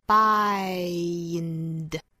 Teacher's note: 注意双元音 i,最后过渡到后面的鼻音